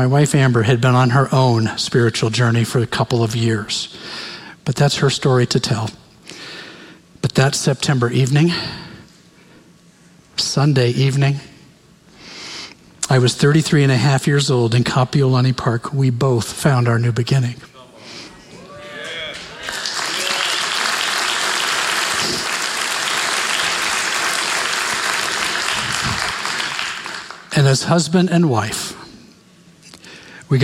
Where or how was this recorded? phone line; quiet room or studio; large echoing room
large echoing room